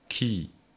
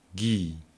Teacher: though the tongue is pretty much at the same place in the mouth, it is a little bit more forward for the ki. Also, there is a little bit more air between the tongue and the palate during the gi before opening the mouth, and that's why this sound is less explosive.